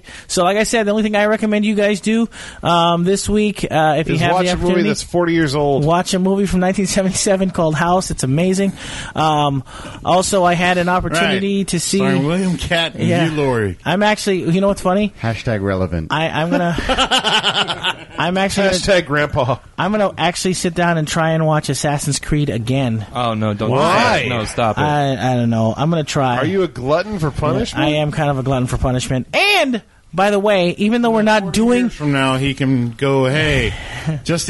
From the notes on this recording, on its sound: All recorded live Maui Comics & Collectibles.